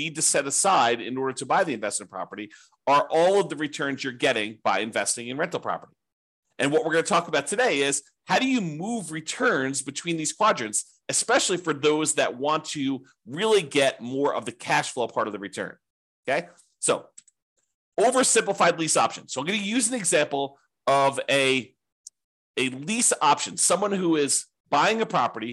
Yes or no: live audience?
no